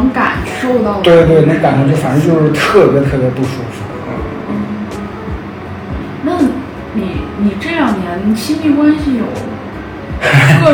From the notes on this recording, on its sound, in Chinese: 房间空调声音很大…所以有杂音，收听请适当调整音量。